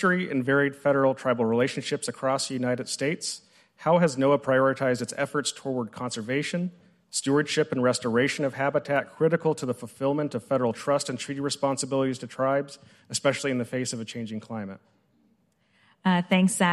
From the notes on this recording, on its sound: Tribal and federal officials participate in a panel discussion at the White House Tribal Nations Summit on December 6, 2023.